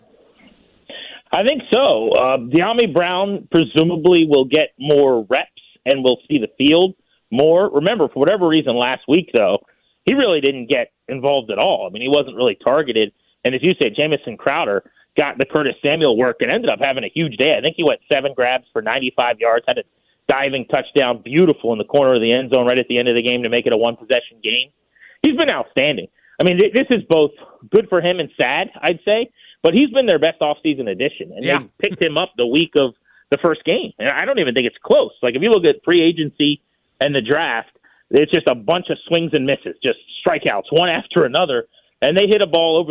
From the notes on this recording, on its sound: We have a live caller. Hops on the phone line to hang out.